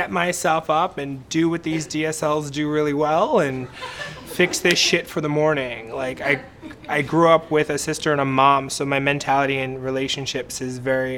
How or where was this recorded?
live audience